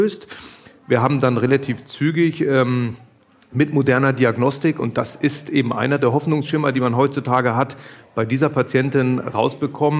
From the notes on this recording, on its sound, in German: Live vor Publikum aufgezeichnet.